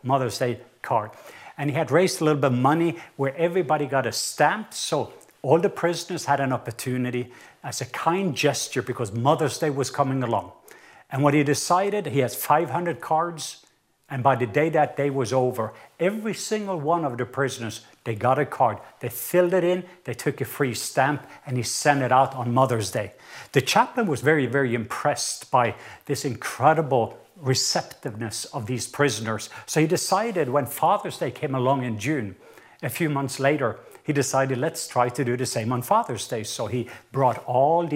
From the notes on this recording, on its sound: recorded at Northlands Church on June 21, 2020